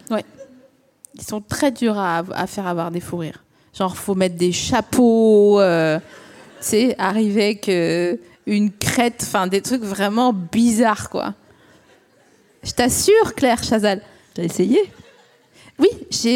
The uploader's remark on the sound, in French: Produit par Binge Audio, enregistré 26 septembre 2022 à la Scala Paris.